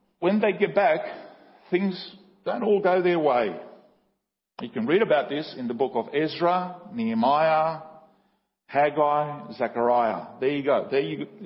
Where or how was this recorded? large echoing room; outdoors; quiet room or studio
large echoing room